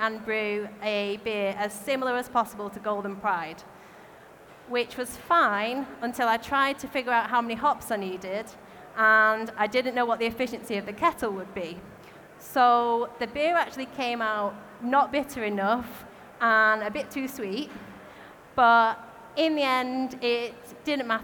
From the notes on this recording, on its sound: recorded at our Brewers Congress in London